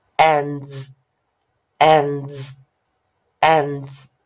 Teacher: nch 啊，好的做尾音的配合的生词比较少，我们找下组韵音，在老师写的韵音词典这个地方，我们一样是合音哦，是一个 e，好。那我们尾音找出来的是 n d 的一个组合啊，n d 的一个组合啊。那 n d 我们会念什么？and，and，and，在这边，所以我们念 and，and，and。那在 n d 的结尾是一样啊，老师来带一下啊。如果在过去式时，我们因为是直接加 ed，那记得 t 跟 d 结尾时，我们会念 did 以及 tid，did，tid，did，tid，所以这时候我们会读音会念 ended，ended，ended，复数型直接加 s，因为最后的 d 会引导这个 s 浊化